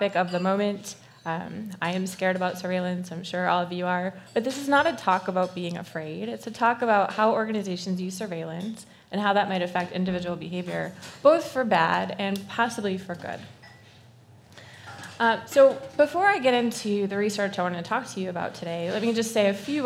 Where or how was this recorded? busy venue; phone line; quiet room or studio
busy venue